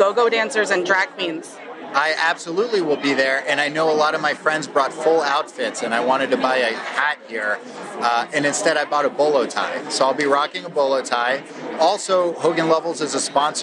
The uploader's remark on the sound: Live interviews from the show floor at the IAPP's P.S.R.